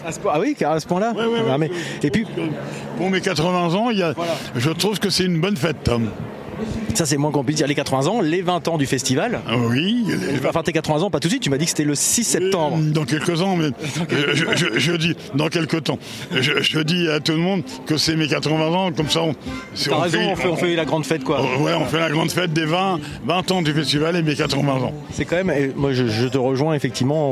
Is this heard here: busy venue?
yes